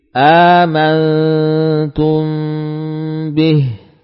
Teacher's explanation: rasa gunanya masih panjang, tapi ukurannya tidak sepanjang gunah akmal. Ya, baik. Gunah kamilah di bawah sedikit dari gunah akmal.